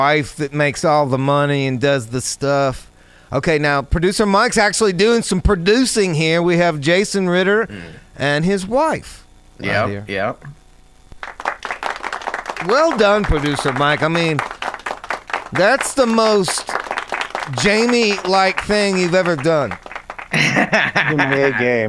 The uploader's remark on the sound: Live from Steve's every Friday!